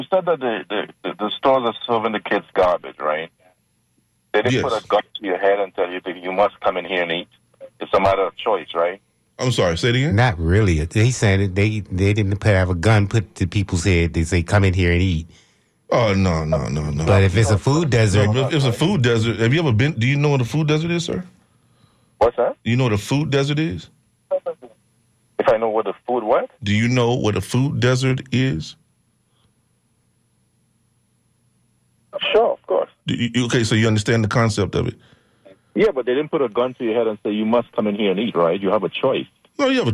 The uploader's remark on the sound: unique magazine format call-in show